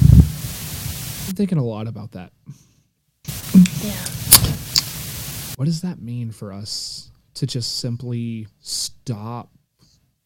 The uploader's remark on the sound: We apologize for the audio inconsistencies, as there were some problems with the audio on this particular episode.